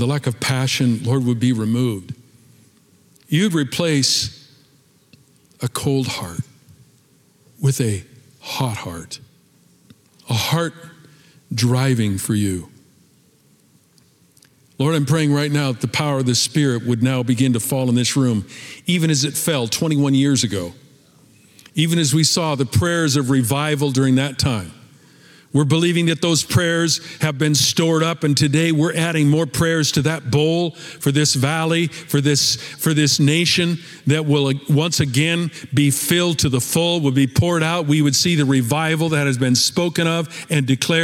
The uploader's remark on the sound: Recorded at Capital Church in Meridian, Idaho